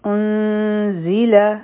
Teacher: په زا کې بزنګ والا آواز وي